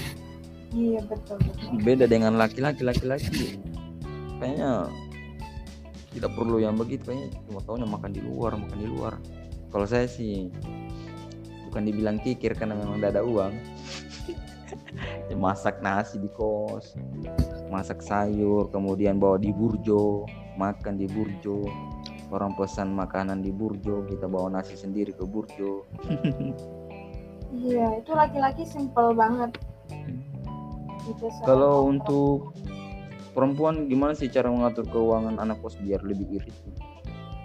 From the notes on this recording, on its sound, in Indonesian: Mohon maaf jika suara saya kurang terdengar